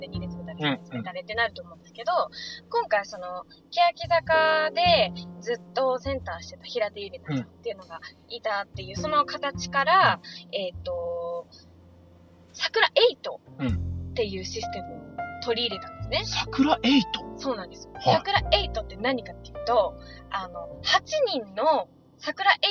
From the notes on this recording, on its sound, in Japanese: 今回は録音環境が悪くOPは別撮りしました。